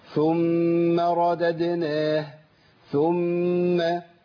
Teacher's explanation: تقريبا حركتين، تقريبا حركتين، يبقى ايه؟ غن الميم تقريبا حركتين · Term: غنة